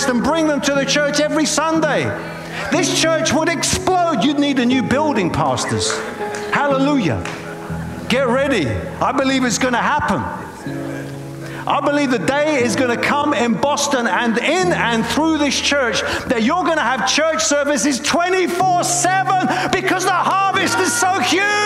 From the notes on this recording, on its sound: preaching at a Church in Boston.